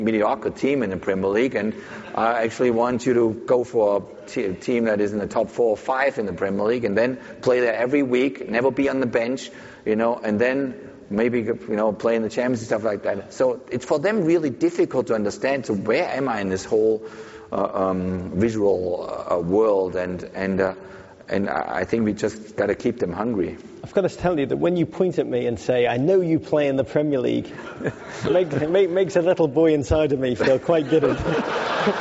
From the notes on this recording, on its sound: live onstage at SXSW Sports